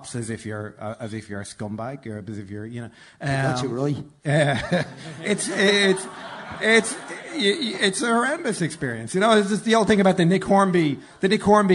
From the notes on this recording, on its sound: We were live in the Sugar Club for a show